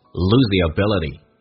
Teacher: theability， lose 跟 the，我们要知道 z 加 th 音的话，一般来说的话，只要这个 th 这个单词啊属于啊非实义词汇，一般都可以击穿，也就是 th 不发音，用前面的 z 跟。那么 the 后面的一个元音 a 形成个连叫 lose。首先 the 这个长元音说成短元音，因为这是弱化